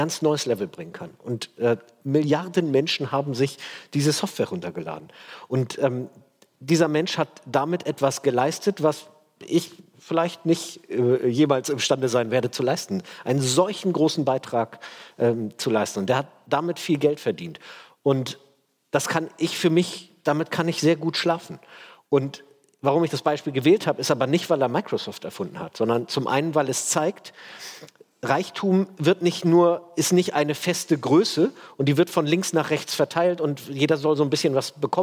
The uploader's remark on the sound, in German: Die zahlreich gestellten Publikumsfragen beantworten. Fand im Rahmen der achten Langen Nacht der ZEIT am Samstagabend.